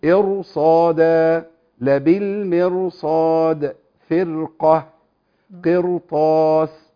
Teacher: راء ساكنه بعد كسر الاصل فيها الترقيق جه بعديها حرف قوي رفعها لمرتبه التفخيم